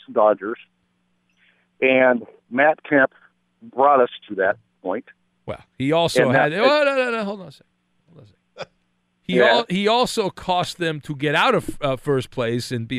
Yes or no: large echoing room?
no